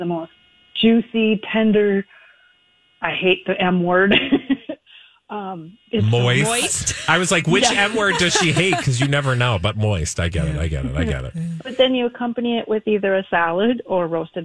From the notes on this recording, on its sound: open the phone lines